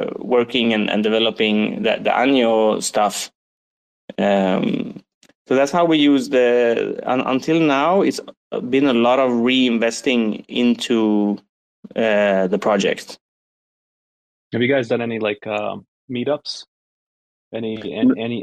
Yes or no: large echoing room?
no